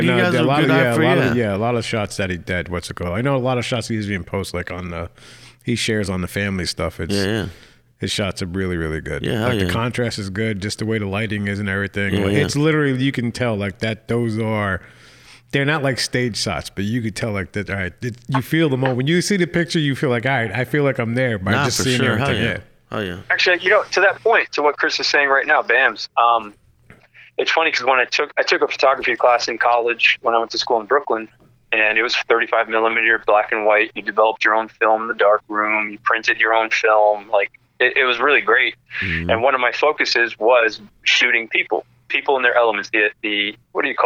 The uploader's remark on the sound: Our First Phone Call Chat